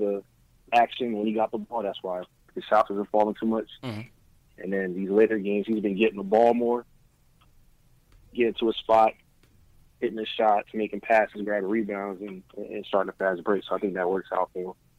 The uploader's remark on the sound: Take live phone calls from fans around the world to hear their reactions.